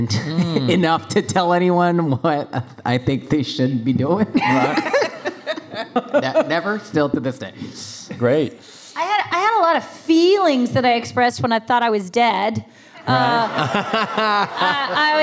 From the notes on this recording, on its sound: Recorded at RI Comic-Con 2021